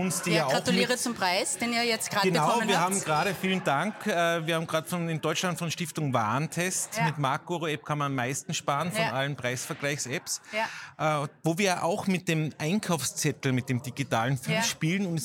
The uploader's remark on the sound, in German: Live vom CASH Handelsforum 2023 in Zusammenarbeit mit ProSiebenSat.1 PULS 4.